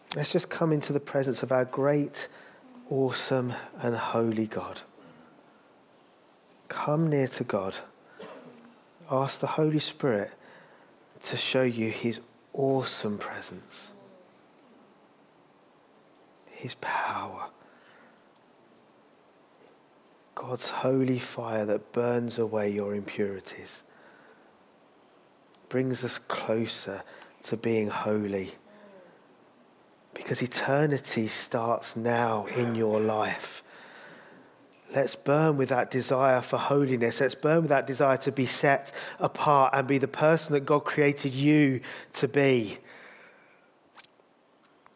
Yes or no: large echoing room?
yes